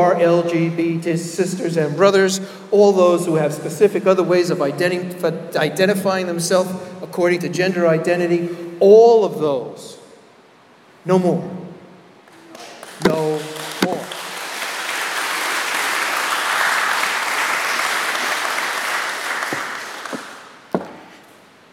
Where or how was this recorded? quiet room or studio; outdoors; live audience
live audience